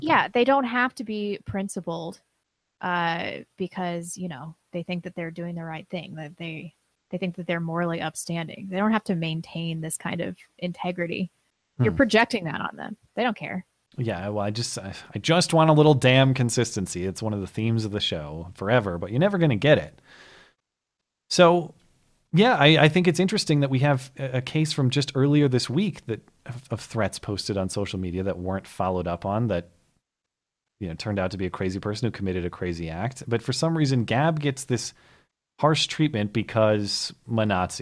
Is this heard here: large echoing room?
no